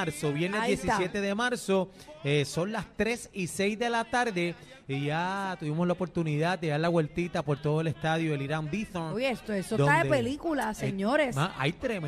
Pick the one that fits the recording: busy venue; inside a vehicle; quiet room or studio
busy venue